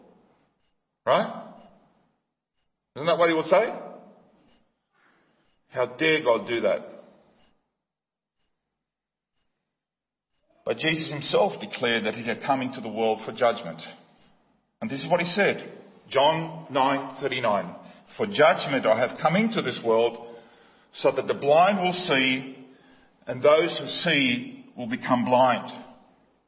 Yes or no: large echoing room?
yes